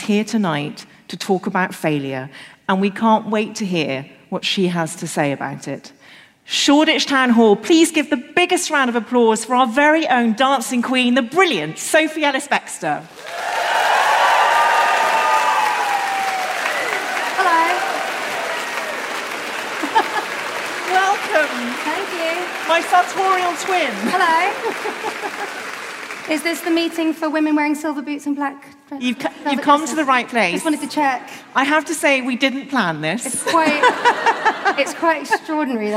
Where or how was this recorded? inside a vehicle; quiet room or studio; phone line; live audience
live audience